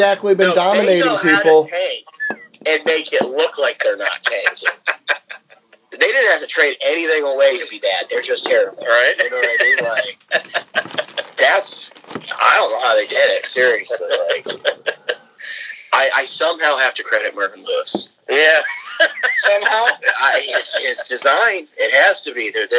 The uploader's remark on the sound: We have our first phone cast of the year; couldn't be avoided.